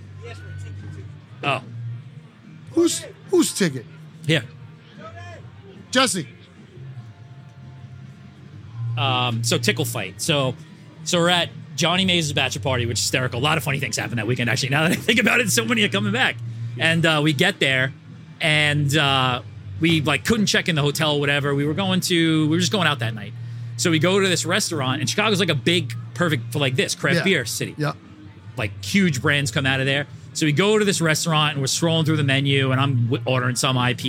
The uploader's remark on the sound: drinking tiny cask beers at the Blue Point Cask Beer Festival